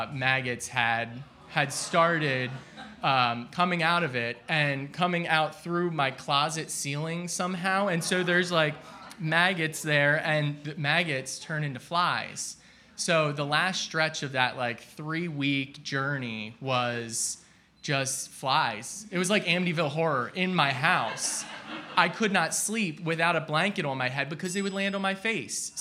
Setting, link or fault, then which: setting, live audience